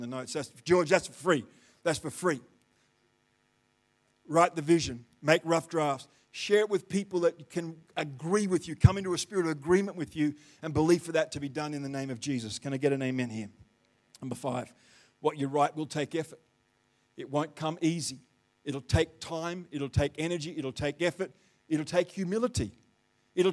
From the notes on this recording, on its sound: The live stream of Destiny Church Atherton